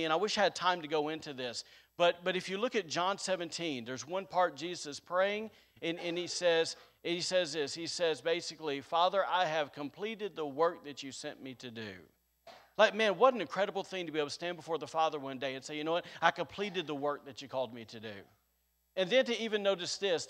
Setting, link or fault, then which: setting, large echoing room